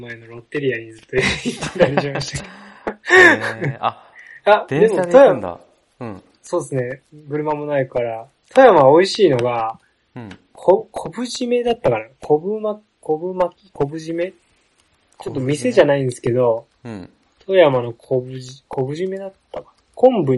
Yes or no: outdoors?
no